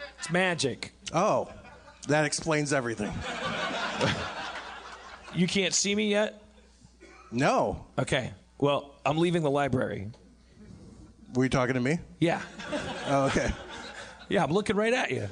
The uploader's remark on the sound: LIVE From Magic City Comic Con